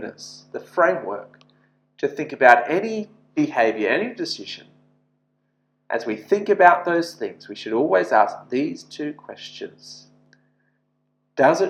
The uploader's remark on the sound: This sermon was preached at St George's Church, Penang